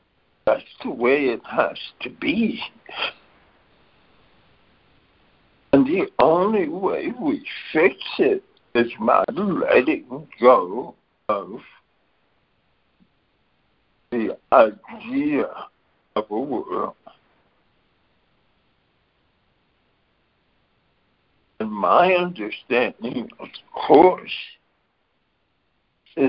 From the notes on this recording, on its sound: ACIM Daily Conference Call